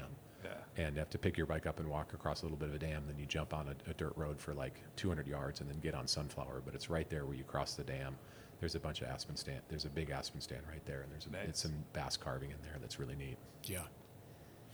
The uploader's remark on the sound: Recorded at the iconic Tunnel Creek Cafe, home of Flume Trail Bikes in Incline Village, Nevada at the site of the Ponderosa Ranch and the old TV Western, Bonanza.